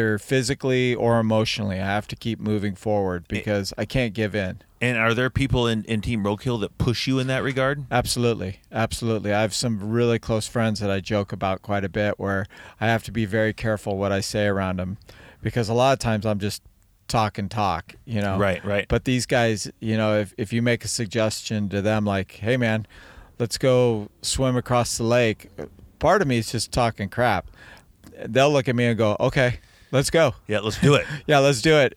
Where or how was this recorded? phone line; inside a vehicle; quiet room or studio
inside a vehicle